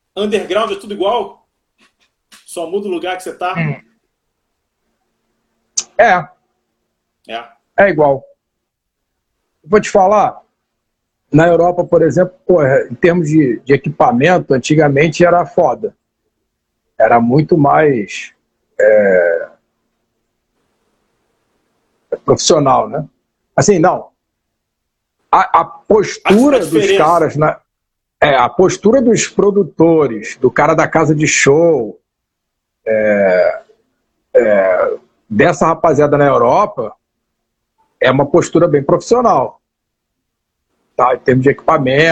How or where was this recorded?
video call